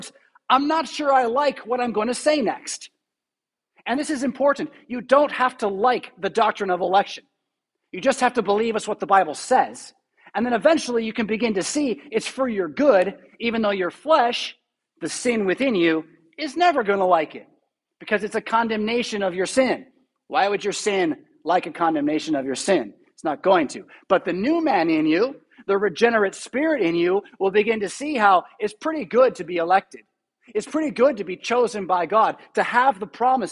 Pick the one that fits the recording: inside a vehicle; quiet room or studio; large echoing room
large echoing room